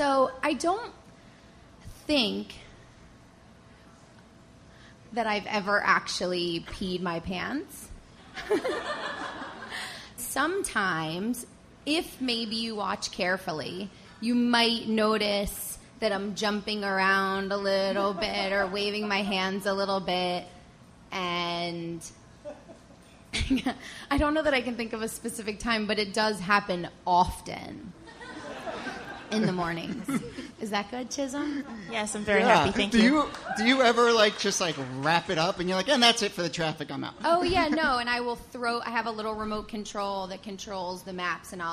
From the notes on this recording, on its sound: Ask Roulette is a conversation series in which strangers ask each other questions on stage. From our July show at Housing Works Bookstore in New York City.